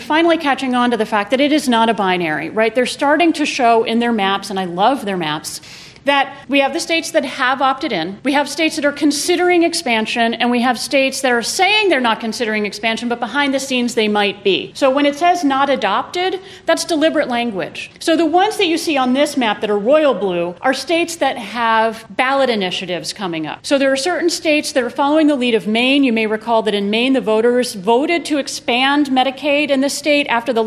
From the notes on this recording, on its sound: These four episodes were recorded at the 2018 SEALS conference. Four of us got together as a panel to discuss Healthcare in the Era of the Trump Administration. This was a panel, not a typical studio recording.